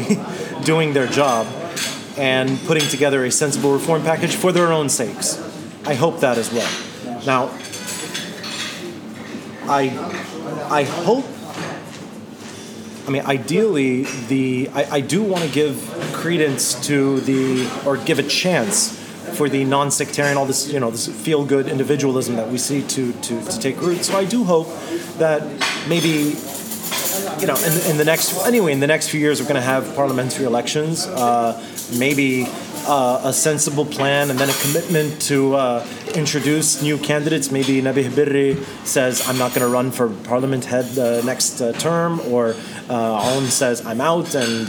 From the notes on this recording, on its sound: We're joined by family and friends for an improvised episode. This episode takes place at a cafe in downtown Beirut, and is recorded over two sessions: the first in the early afternoon as the protests were growing; the second in the early evening while ongoing protests continued into the night.